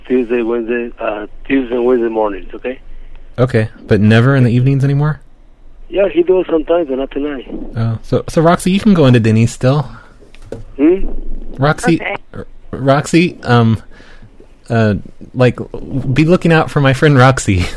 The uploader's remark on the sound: Prank Phone Calls